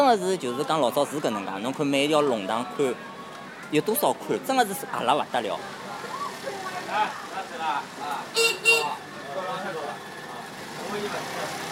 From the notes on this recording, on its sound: Soundwalk takes place at night. The dynamic of loud and quiet was amazing, some parts were spoken almost as a whisper to match the general ambience.